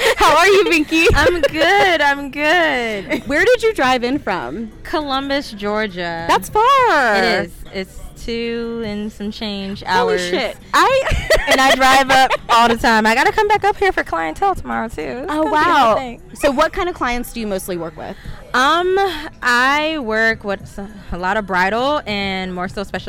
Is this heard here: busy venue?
yes